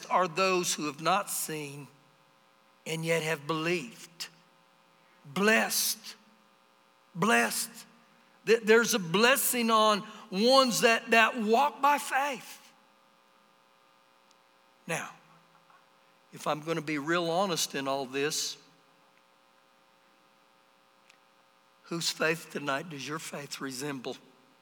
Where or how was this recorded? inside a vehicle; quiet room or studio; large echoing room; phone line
large echoing room